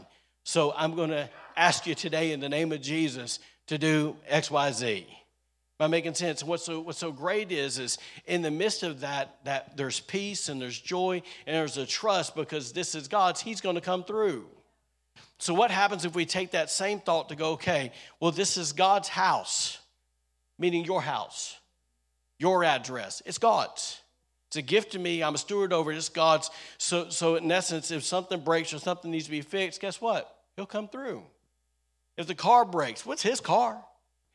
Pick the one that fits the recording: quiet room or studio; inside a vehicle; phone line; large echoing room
large echoing room